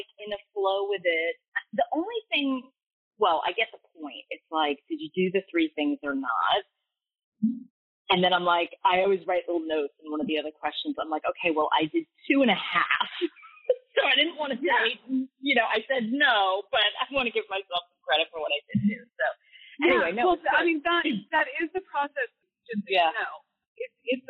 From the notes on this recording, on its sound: All of these coaching calls have been recorded with permission from my clients. Please be aware that these are not studio recordings, and the sound quality may vary.